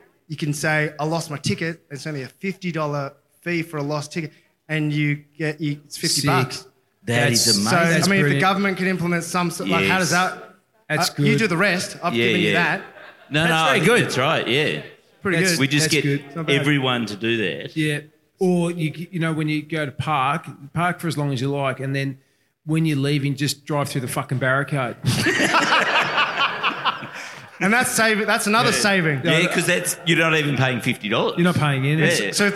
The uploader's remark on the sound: LIVE at Grapes of Mirth